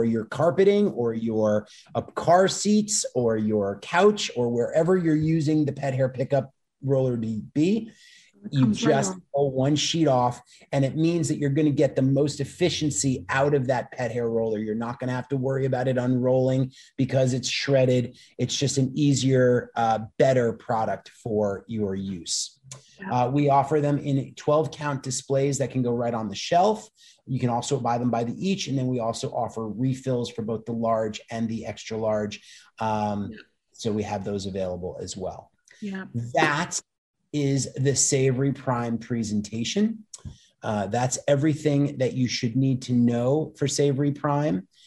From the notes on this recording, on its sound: Listen in on a very tradeshow like conversation.